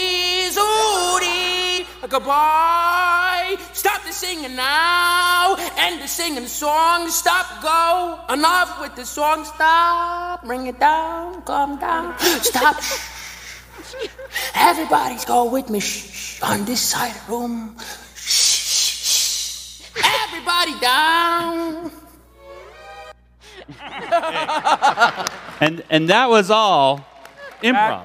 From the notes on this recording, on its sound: Freakazoid Panel from WonderCon 2023! Panel audio from WonderCon 2023.